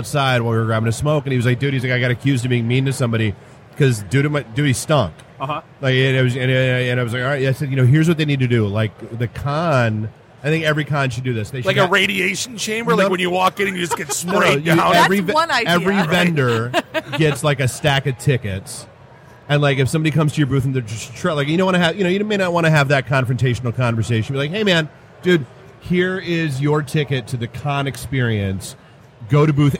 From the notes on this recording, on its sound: Live from Motor City Comic Con.